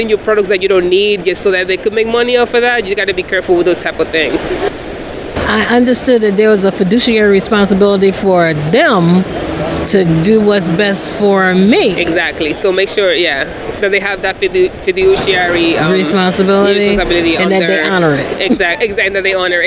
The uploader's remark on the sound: LIVE from the conference floors of FinCon22.